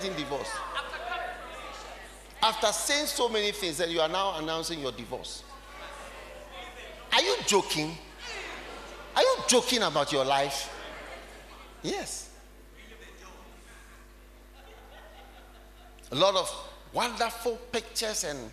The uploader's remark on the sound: Preached at the Identifying Dangerous Enemies Conference, Kenya